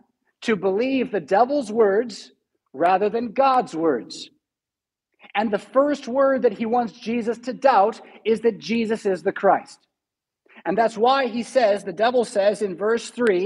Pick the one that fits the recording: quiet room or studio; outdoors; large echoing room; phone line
large echoing room